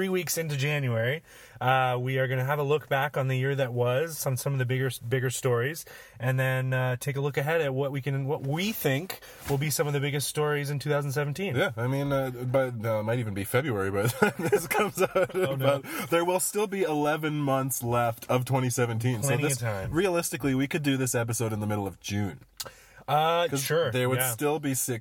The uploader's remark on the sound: Recorded in the parking lot of the Pique Newsmagazine office in Function Junction (those car acoustics really come through in a pinch). Into our temporary mobile studio.